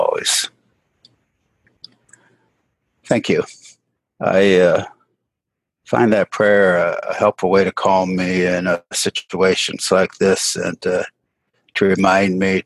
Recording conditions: video call